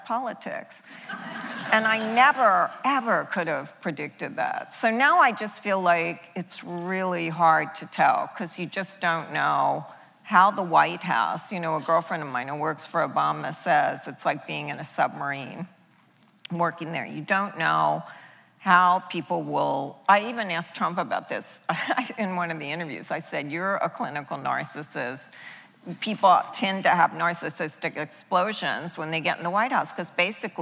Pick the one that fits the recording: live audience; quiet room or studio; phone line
live audience